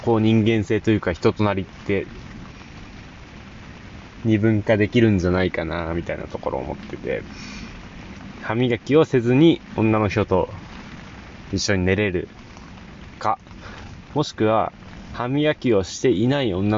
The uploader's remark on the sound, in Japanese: ふもとっぱらキャンプ場。未曾有の豪雨の中の収録。